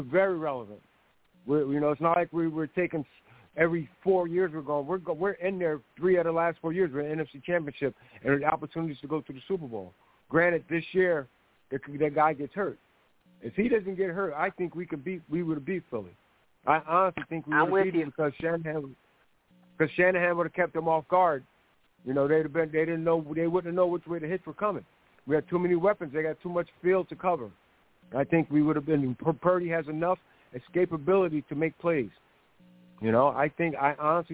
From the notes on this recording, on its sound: your phone calls, comments, questions